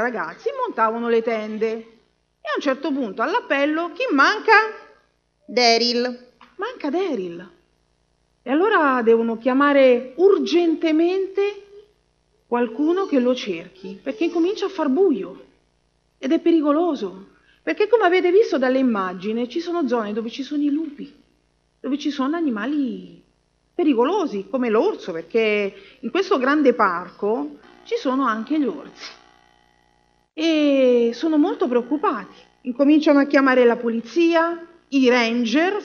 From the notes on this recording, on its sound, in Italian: Registrazioni dal vivo della storia dedicata ai bambini durante il sermone sabatico della chiesa cristiana avventista del settimo giorno di Forlì.